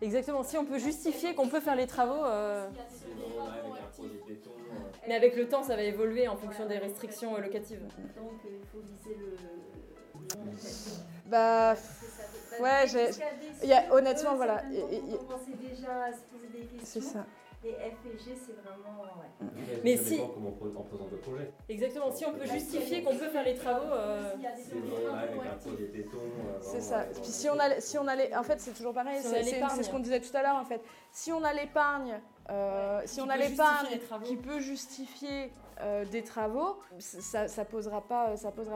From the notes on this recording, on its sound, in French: Devant un public venu en nombre pour cette occasion.